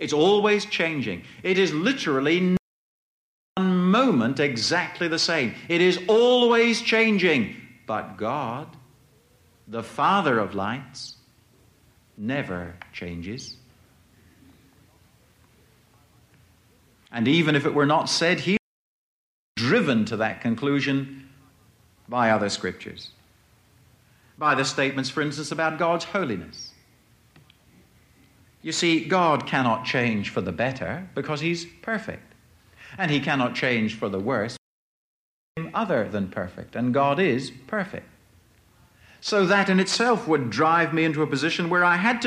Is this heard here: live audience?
yes